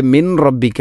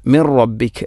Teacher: സുക്കൂനുള്ള നൂനിന് ശേഷം റാ വന്നാൽ ഇദ്ഗാം ബിലാഗുന്ന, അവിടെ മണിക്കാതെ നൂനിനെ റായിലേക്ക് കൂട്ടിലയിപ്പിക്കണം · Shown in: second take